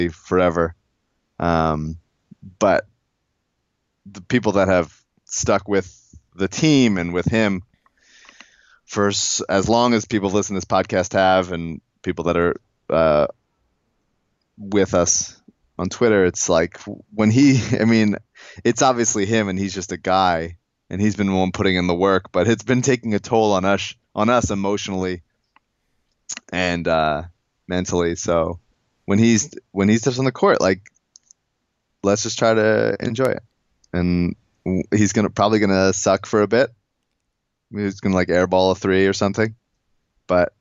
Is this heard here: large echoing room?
no